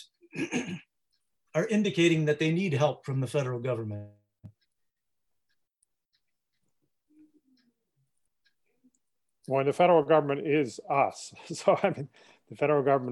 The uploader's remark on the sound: This webinar was live-streamed and recorded on May 5, 2020.